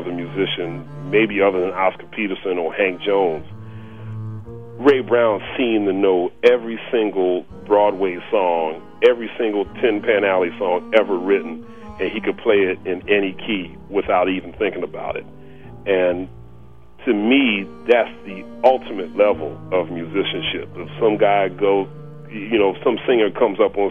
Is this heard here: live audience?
no